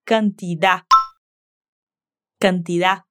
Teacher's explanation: La manera que dice eso es usando la palabra cantidad, pero con su acento cubano no pronuncia la D al final